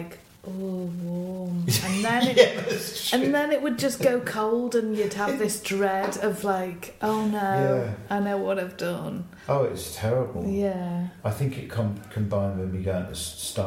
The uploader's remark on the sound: This episode was recorded back stage at the Barbican at a show we were both playing that night. You may hear the echo of the room and musicians bobbing past now and again.